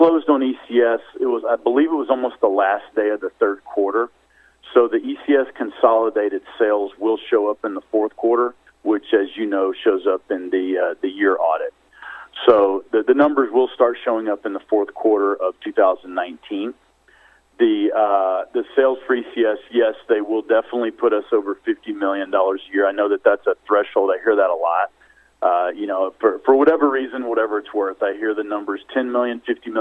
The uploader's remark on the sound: Surge Holdings Inc. Conference Call